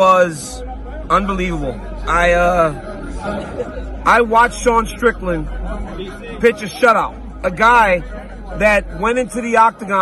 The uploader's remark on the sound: LIVE from the octagon in Sydney, Australia